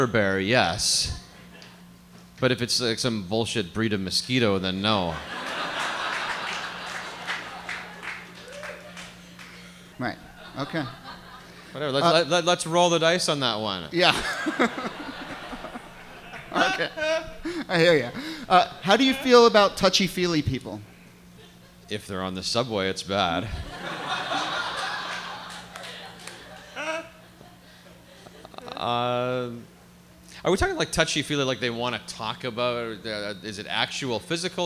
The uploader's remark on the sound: Ask Roulette is a conversation series in which strangers ask each other questions on stage. This excerpt is from our October event at Housing Works Bookstore in New York City. Some audience members.